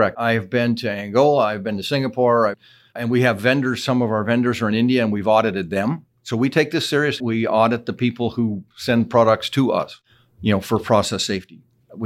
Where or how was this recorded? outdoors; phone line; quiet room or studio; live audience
quiet room or studio